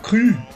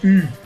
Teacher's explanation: Si fuese en alemán se pronunciaría Kru. Es la U francesa, que pones la boca como para decir U, pero dices I